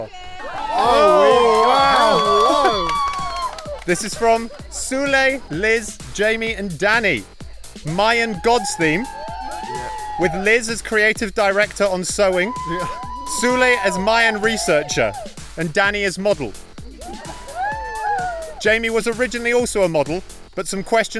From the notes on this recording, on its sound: Reporting live from a fashion show in the middle of the forest.